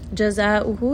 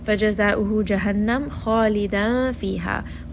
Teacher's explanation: Muta'ammidan fa jaza'uhu. Jaza'uhu, this is going to be a four count med. So I'm just going to pull this for four counts.